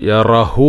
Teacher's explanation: യറഹു, ആ യറഹു എന്നുള്ളത് നമ്മൾ യറ കഴിഞ്ഞിട്ട് ചെറിയ ഒരു ശ്വാസം പുറത്തേക്ക് വിടുക, കാറ്റ്. യറ യറഹു എന്നുള്ളത് യറ മതിയല്ലോ.